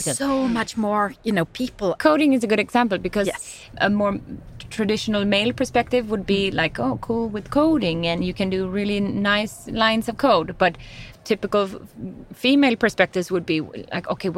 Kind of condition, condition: setting, busy venue